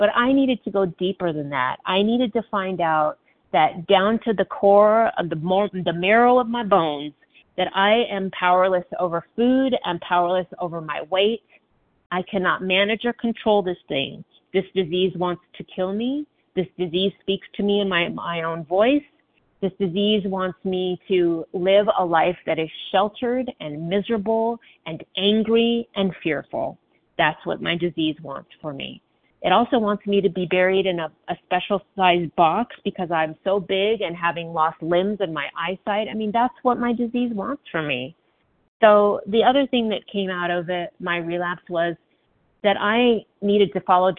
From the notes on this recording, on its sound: from the 100 Pounders Phone Meeting